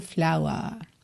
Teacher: esse R não tá enrolado